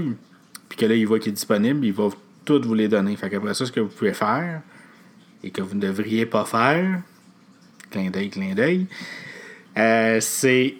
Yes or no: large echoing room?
no